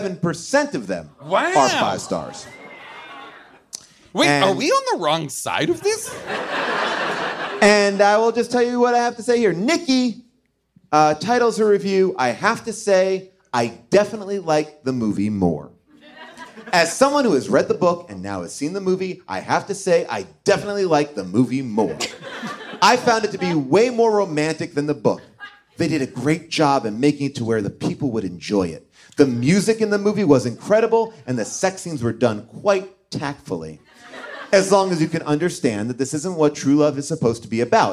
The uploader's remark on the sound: LIVE from Largo